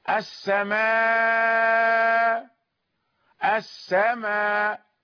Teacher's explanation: يقرأ السماء بالمد والقصر بدون أن ينطق بالهمزة، حمزة لا ينطق بهمزة محققة في الوقف، السماء، السماء، وله التوسط. · Term: ثلاثة الإبدال